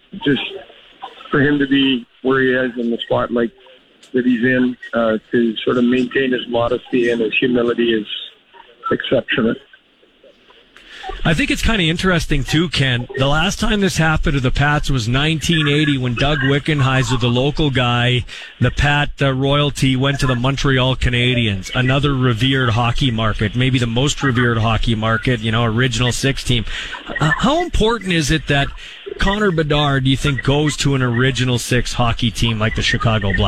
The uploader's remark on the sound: LIVE at Western Pizza's NHL Draft Party